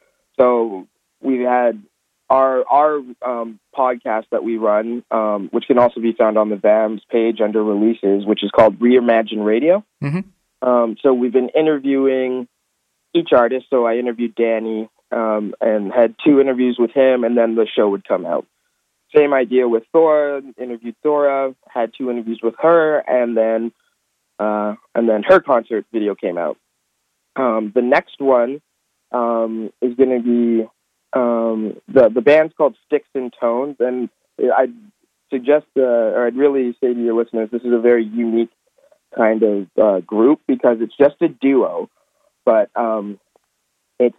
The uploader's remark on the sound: From the Vancouver Adapted Music Society (VAMS) over the phone.